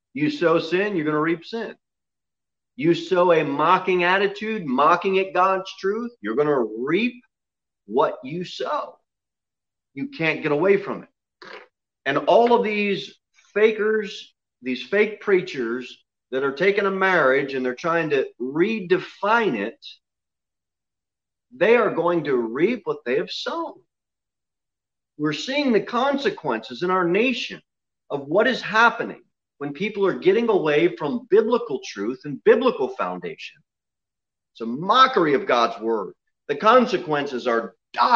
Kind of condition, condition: setting, large echoing room